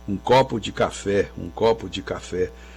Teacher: Quase não se ouve a preposição de, que vira de, super fraquinha